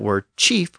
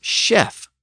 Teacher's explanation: that CH sound continued to evolve within standard French, and it later became an SH sound